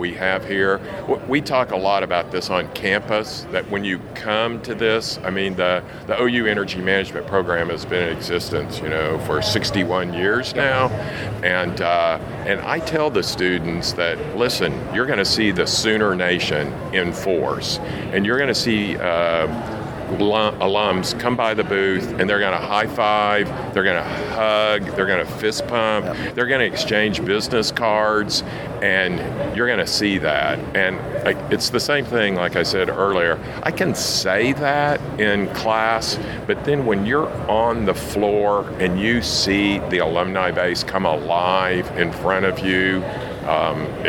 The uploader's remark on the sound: Live from the NAPE Summit 2019